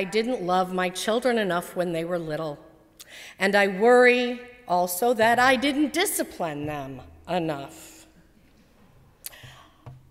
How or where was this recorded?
large echoing room